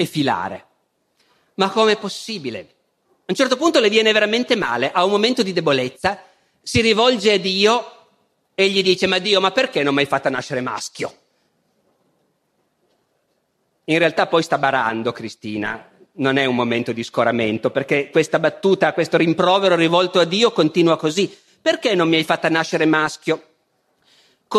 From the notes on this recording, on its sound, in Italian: Festival della Mente, 2012. Dal Festival della Mente di Sarzana.